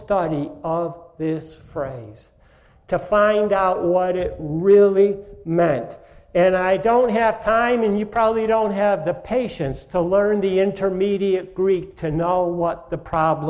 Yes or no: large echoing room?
yes